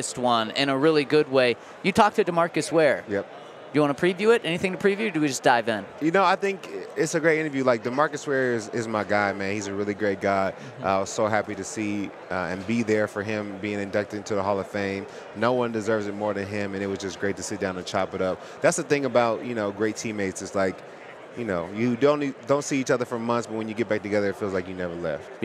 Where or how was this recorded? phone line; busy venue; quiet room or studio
busy venue